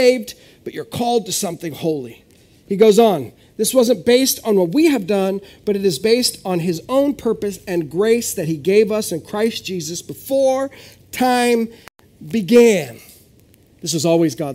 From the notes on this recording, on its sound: This is audio ripped from the Live Service video.